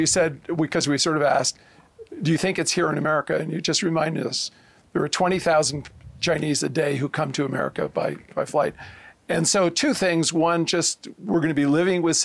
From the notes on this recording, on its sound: On Location at Aspen Ideas